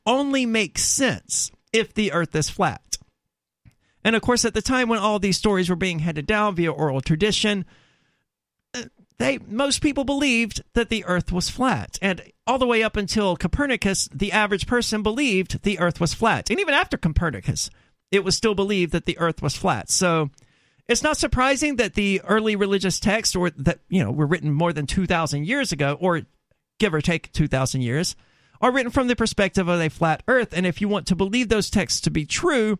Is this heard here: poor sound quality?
no